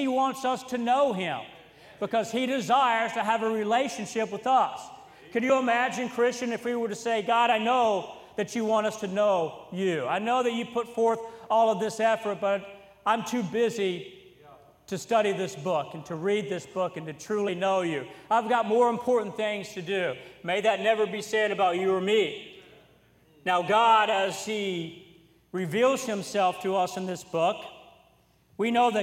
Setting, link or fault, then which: setting, large echoing room